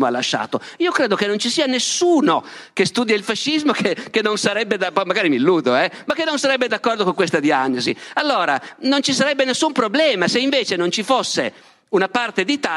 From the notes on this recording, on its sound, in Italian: Dialoghi Festival, Palmanova 2022. La conferenza è parte di Dialoghi Festival Itinerante, per l’occasione al Teatro di Palmanova.